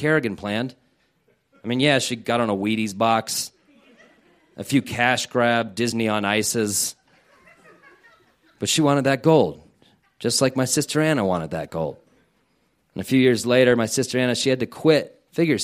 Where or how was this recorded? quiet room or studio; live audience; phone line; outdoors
live audience